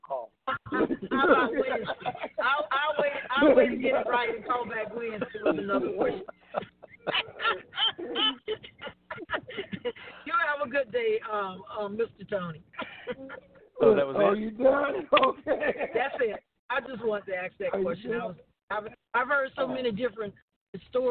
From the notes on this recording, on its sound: TNTSuperfantastic Conference Call